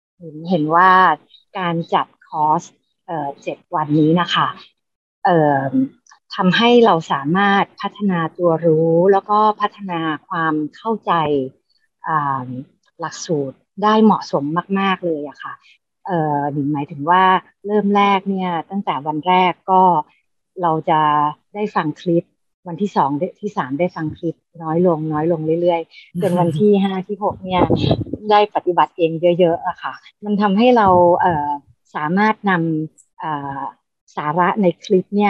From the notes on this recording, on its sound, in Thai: คอร์สออนไลน์ (ผ่านโปรแกรม Zoom)